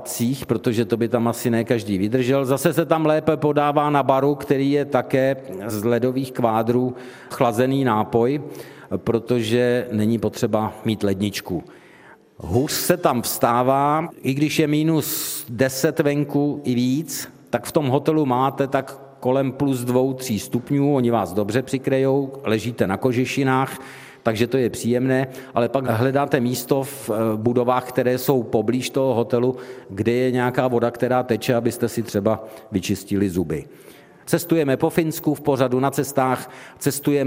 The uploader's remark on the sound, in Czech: Také tentokrát uslyšíte veřejnou nahrávku pořadu, kterou jsme pořídili ve spolupráci s Muzeem východních Čech v Hradci Králové a kavárnou v jejich unikátním prostoru.